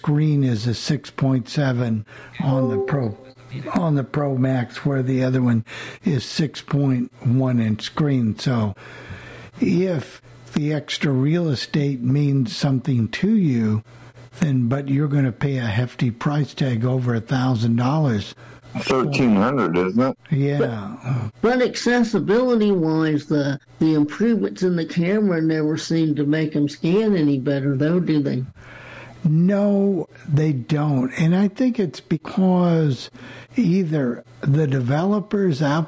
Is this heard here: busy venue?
no